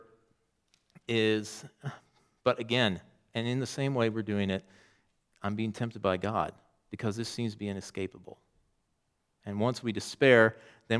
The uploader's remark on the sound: Preached on October 8, 2023 at Trinity Presbyterian Church ( Evangel Presbytery ) in Spartanburg, SC.